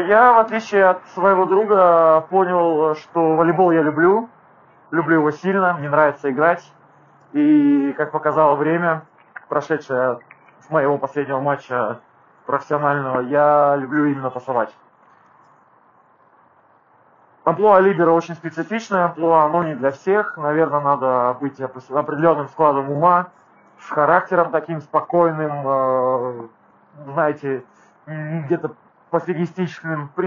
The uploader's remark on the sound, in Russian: ПЛОХОЕ КАЧЕСТВО ЗВУКА